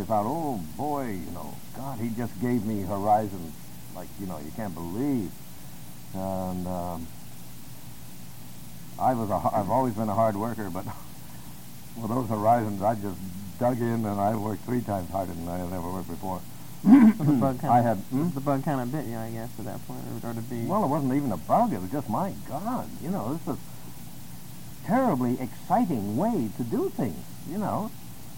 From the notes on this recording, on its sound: Sorry as the audio isn't the best. Interview is ripped from an audio cassette so only so much we could do.